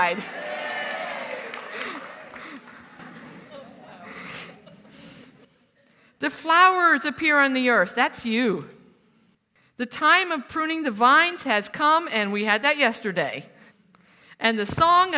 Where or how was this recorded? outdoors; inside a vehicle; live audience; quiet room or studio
live audience